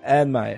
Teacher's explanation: Esse A meio misturado com E.